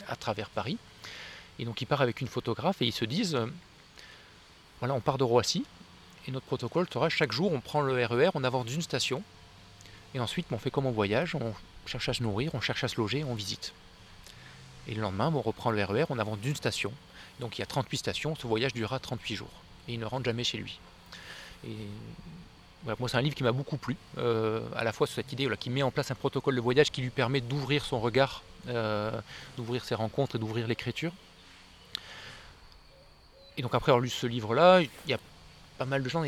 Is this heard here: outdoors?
yes